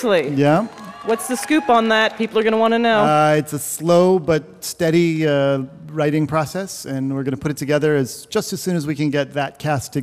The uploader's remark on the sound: LIVE From Central Park, It's Ask Me Another